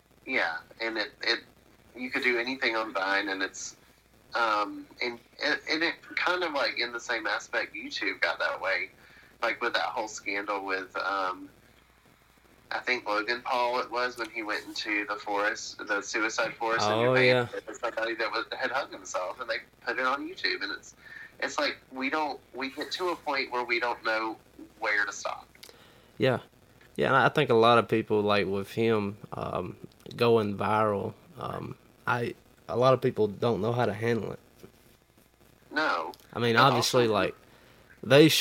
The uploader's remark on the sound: Burnt the phone lines.